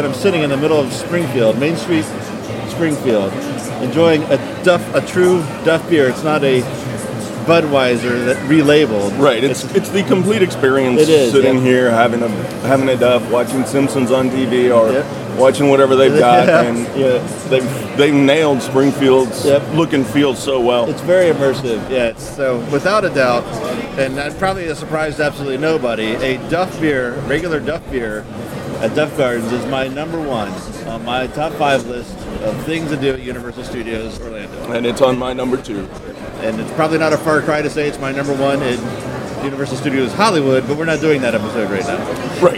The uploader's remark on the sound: Record on location at Universal Studio Resort Orlando.